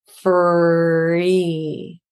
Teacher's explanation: the F is very good because the lips in the labial dental position are not rounded.